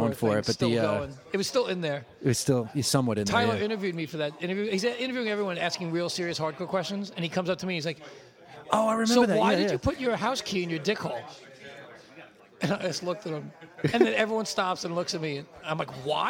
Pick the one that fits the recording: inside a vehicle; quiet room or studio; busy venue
busy venue